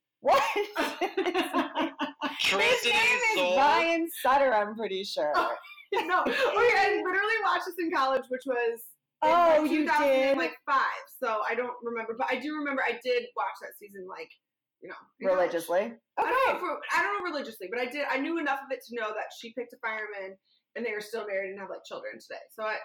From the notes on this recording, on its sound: this was our very first episode and we are still trying to get the sound right